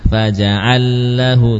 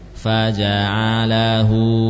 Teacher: Nah, jangan di tasdid lamnya. · Shown in: second take · Faja'allahu, tidak.